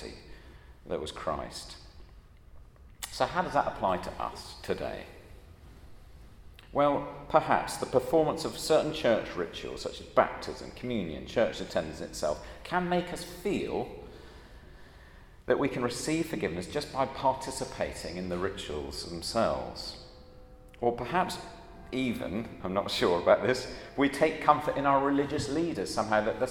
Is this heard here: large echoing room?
yes